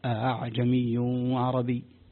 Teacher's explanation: لاحظوا كلمة أعجمي وعربي، فيه التسهيل، الهمزة الأولى من مخرجها والثانية مسهلة، فربما قلبها هاء أهاعجمي وعربي، وهذا خطأ وتحريف لكلام الله تبارك وتعالى.